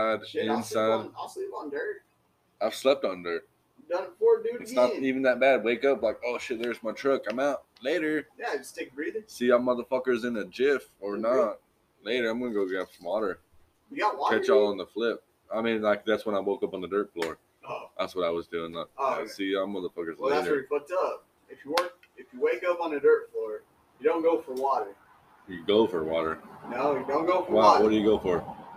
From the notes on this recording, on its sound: Enjoy the first podcast we did away from our fancy little blue collar nook. Sounds terrible, cause it is.